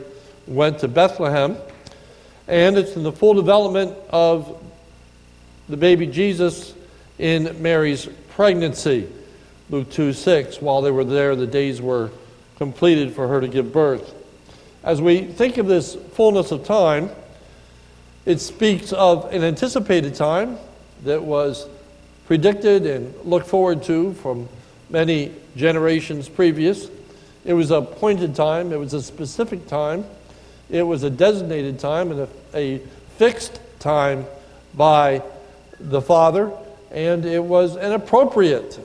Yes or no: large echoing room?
yes